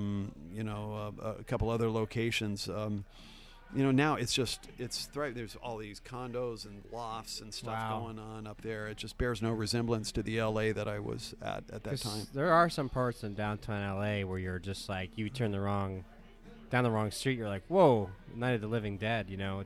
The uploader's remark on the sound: RECORDING LOCALE Highland Stillhouse 201 S. 2nd Street Oregon City, OR 97045.